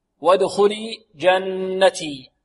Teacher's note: الجيم هنا شديدة، الجيم فيها شدة وانحباس صوت، لا نقول وادخلي جنتي جاء، لا، وادخلي جنتي جاء جاء جاء.